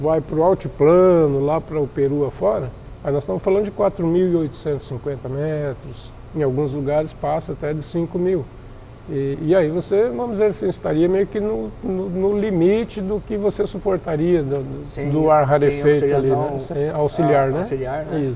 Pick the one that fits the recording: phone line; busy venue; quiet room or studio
busy venue